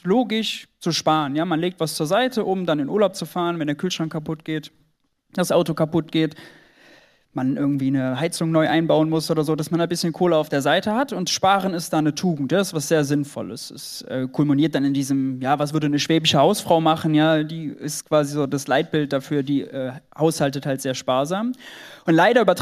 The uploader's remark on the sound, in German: Aufnahme von der Buchvorstellung zu “GENUG!”.